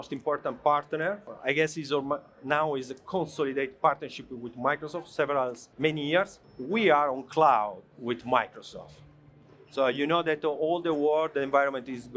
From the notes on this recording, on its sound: This episode features a fireside chat recorded live at CES 2023.